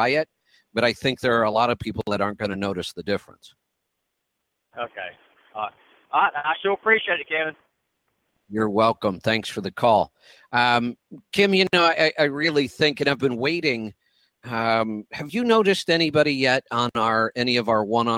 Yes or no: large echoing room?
no